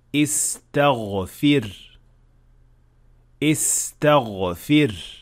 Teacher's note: some learners tend to make ghain also voiceless. The result is that it will sound more like kha rather than ghain